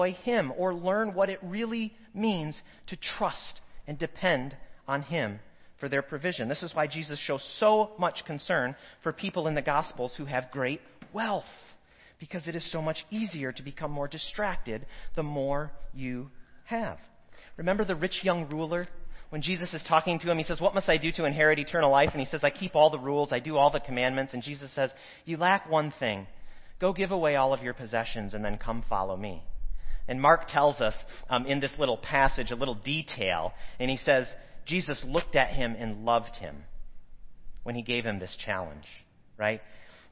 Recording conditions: large echoing room